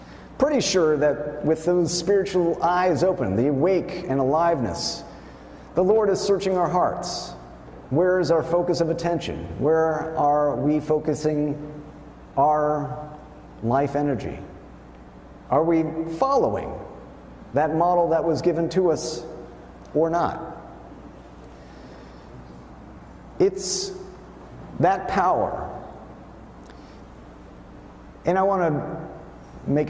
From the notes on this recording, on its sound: Wayfarers Chapel is an Ecumenical Ministry of the Swedenborgian Church and the National Memorial to Emanuel Swedenborg located In Rancho Palos Verdes, CA.